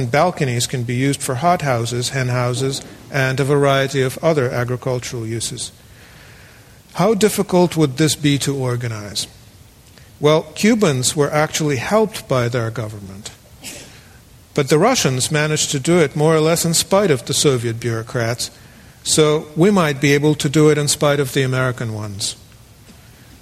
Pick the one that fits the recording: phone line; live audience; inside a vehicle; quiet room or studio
live audience